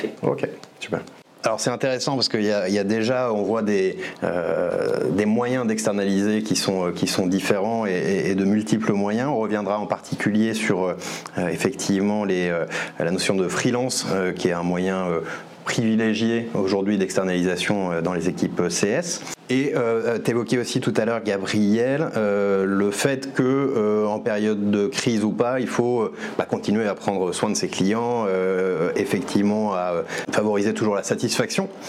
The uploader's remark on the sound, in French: Une édition spéciale, enregistrée depuis le salon Engage Paris. Une édition spéciale, enregistrée depuis le salon Engage Paris.